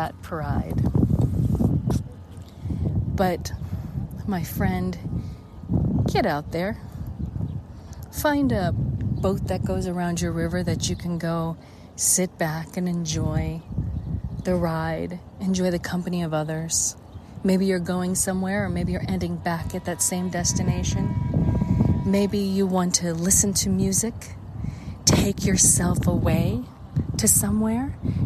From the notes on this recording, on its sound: At Rock and Roll Hall of fame aka Rock Hall, Cleveland, Ohio, USA. This is a special on location Walk and Talk of our Mindfulness Summer Tour 2022.